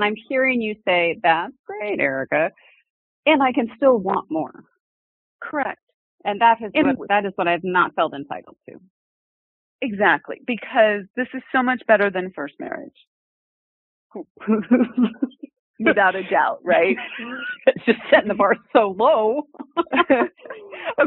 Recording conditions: phone line